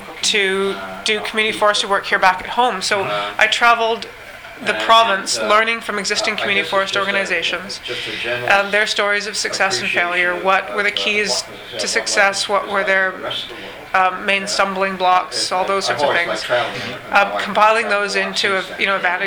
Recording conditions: busy venue